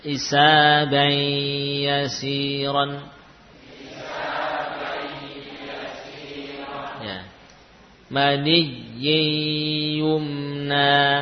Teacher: Jadi masuk ke ya, nunnya hilang, namun masih tersisa sifat gunnah.